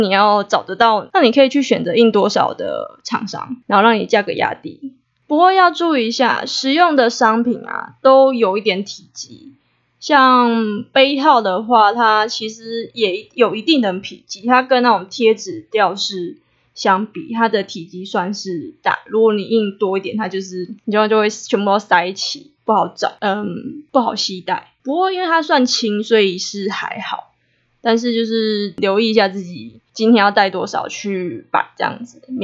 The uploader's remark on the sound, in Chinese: 夭壽麥克風收音超爛